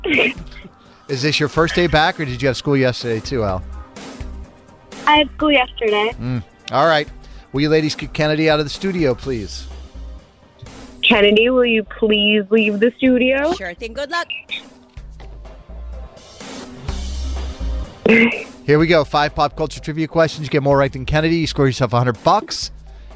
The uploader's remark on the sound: listeners called